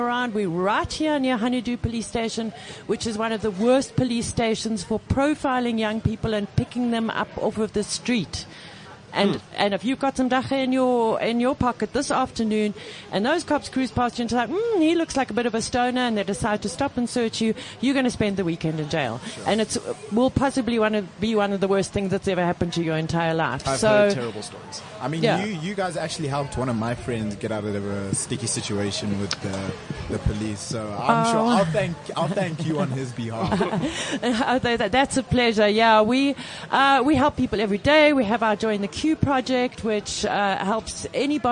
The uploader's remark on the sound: had our first outside broadcast - coming to you live from the Lifestyle Home Garden